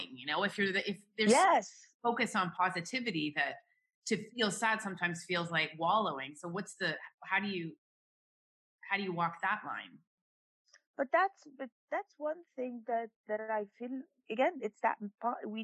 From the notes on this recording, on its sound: checks in via Zoom